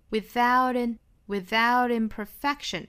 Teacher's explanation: without 和 imperfection 之间连读，中间的这个 t 的发音我们发成 flapt